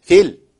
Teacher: اذا وقفت عليها تقول في، لكن اذا وصلت تقول ايه؟ فيل · Term: يسقط حرف المد